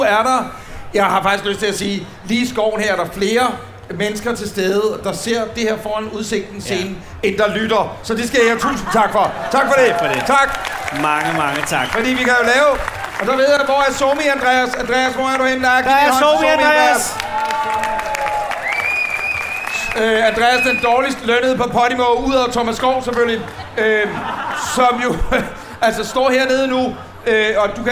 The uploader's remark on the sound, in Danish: Live fra Smukfest 2023